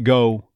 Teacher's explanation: there's the neutralization of that first half of the O diphthong